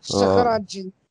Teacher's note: Да, тут джин не оглушается.